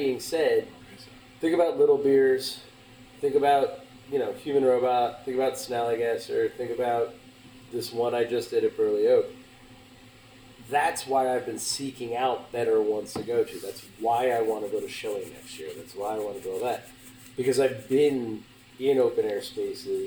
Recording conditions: poor sound quality